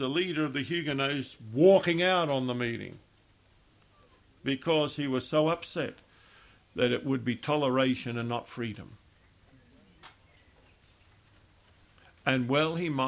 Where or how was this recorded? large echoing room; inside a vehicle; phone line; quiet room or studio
large echoing room